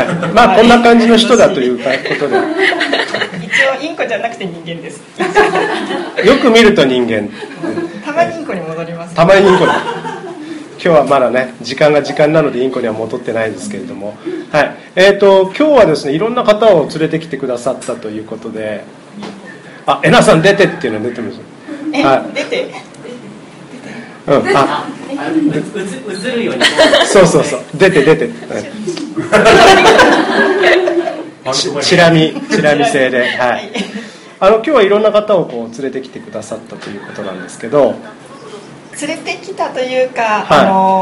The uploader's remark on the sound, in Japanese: 梨大のBistro6942で行われた公開収録イベント。大勢のリスナーを目の前にして。